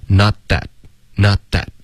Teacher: 那 that 的特省略，舌尖顶上颚就 OK 了